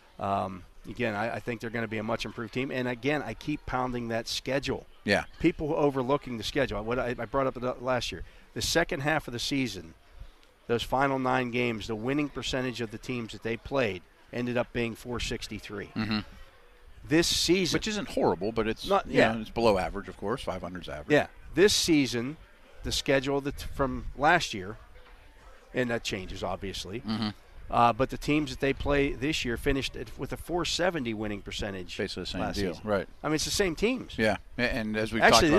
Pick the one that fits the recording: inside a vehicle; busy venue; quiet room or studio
busy venue